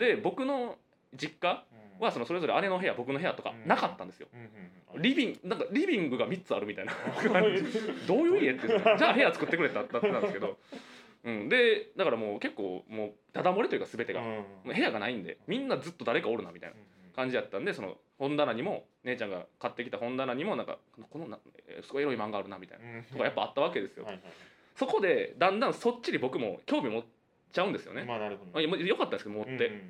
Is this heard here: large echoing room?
no